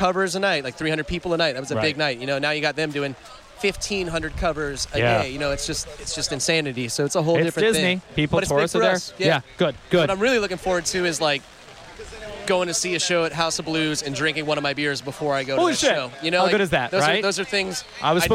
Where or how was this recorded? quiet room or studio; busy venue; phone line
busy venue